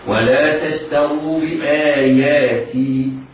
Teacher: التاء مرققة والشين مرققة والتاء الثانية التي قبل الراء مرققة والراء نظرا لأنها مضمومة مفخمة